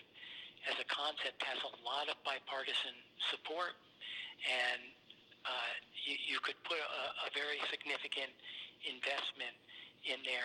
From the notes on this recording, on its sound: spoke on the phone